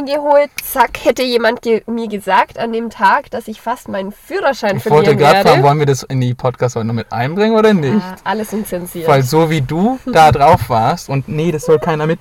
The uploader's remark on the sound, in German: Das Setting bei der Aufnahme der Folge dürfte ungewöhnlich sein: so klären wir, warum wir während der Aufnahme in einem Citroen C1 sitzen.